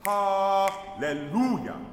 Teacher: And lu is always the operative syllable, right? The ha is softer, the le is softer, lu is loudest.